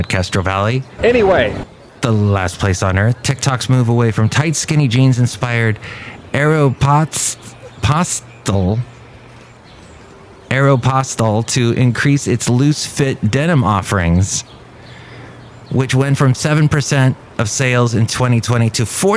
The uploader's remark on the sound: podcasts live from Café Anyway